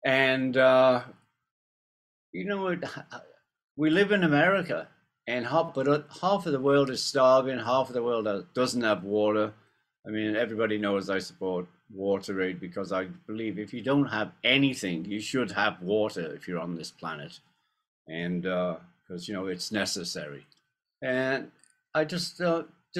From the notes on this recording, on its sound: on a private Zoom press conference